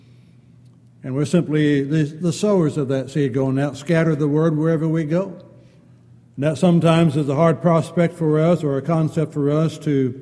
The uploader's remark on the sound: Downtown Church Of Christ Audio Sermon